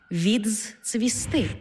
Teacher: У слові «відцвісти» «д» переходить у «дз-ц»